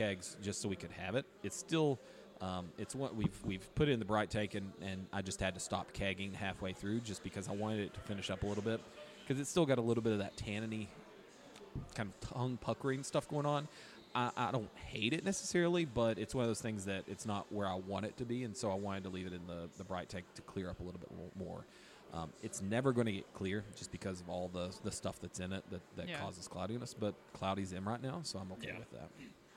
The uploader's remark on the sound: Live from Deladders...I Mean, Broken Throne